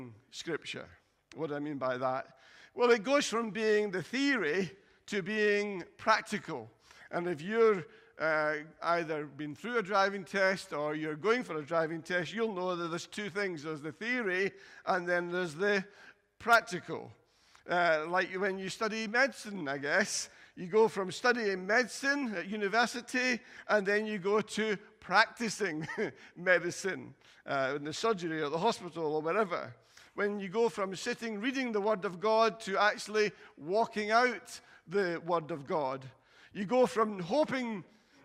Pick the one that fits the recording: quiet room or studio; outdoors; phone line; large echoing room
large echoing room